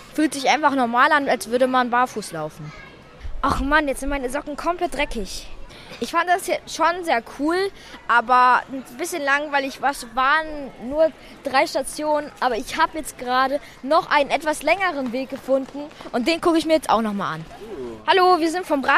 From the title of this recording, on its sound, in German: Eine Entdeckungstour auf dem KiKS-Festival